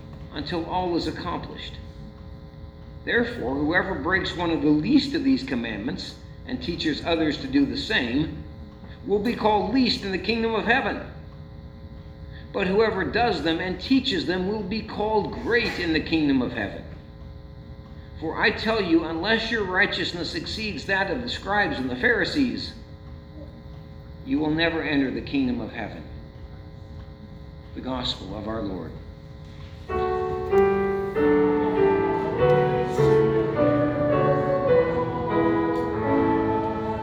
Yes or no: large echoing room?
yes